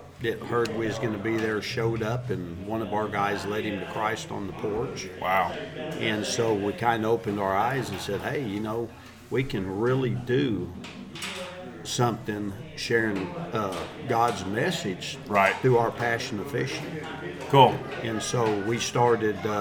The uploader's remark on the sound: Records another mobile podcast at a Cross Water Outfitters fishing ministry event.